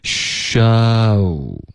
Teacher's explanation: 代替这个 show，可是你别用中式的这个修的这个发音，因为中文呢，这个 o 的音呢嘴型是比较小的，比较偏小的，然后你用这个发音代替英文的双元音 o，是容易导致误解的。OK，那英文的这个 show，大家要注意开头也是撅嘴的。OK，它不是吸。修的这个西，而是一个嘘的开头，你要嘟嘴，然后发这个 sh 的音，嘘嘘。OK，所以一定要嘟嘴，然后我们嘴巴再张开，嘘，这个的音，你的上齿下齿之间大概有一个手指的宽度，嘘，所以跟中文的这个修改的修。脱口秀的这个修不一样，因为这个修其实不要求多少下颚的动作，那 sha 开头嘴巴会张开，然后后面再嘟嘴 show，大家可以听到 sha，然后从滑到乌吗？show，OK，这个音要求下颚灵活。OK，第一，第二呢，你的开头和结尾都是一个嘟嘴的一个形状，这个字虽然简单，可是它的发音并不容易。OK，下颚灵活。开始和结尾的时候都得是一个动作，嘟嘴的动作。嘟嘴的，然后中间是嘴唇放松的，这